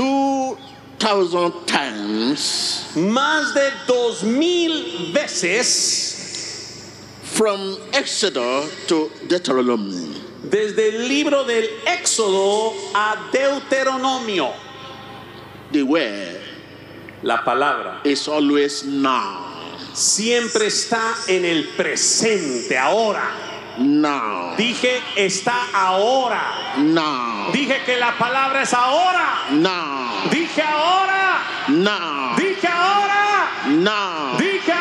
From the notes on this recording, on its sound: Groundbreaking crusade at the Monumental Stadium in Lima. Almost 60,000 gathered to hear this inspiring sermon delivered on the first day!